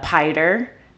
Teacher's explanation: They might just leave the S off, they might omit the S